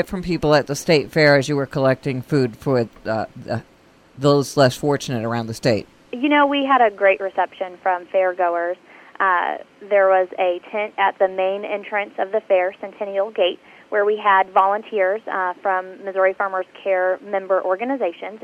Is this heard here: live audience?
no